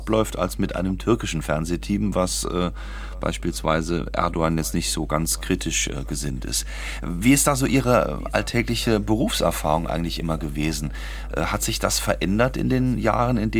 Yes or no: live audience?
no